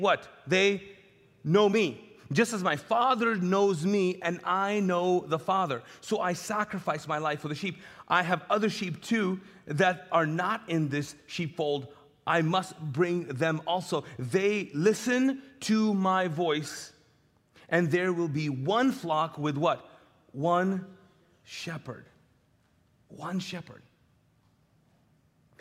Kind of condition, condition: setting, large echoing room